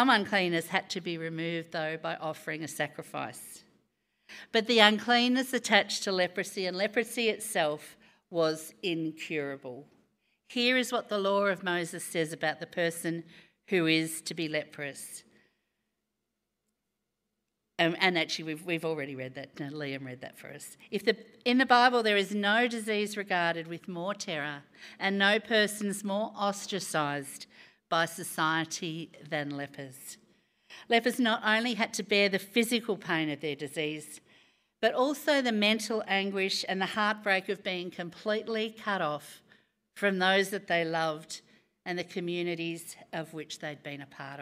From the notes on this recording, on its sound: Recorded live on Sunday, 5th June.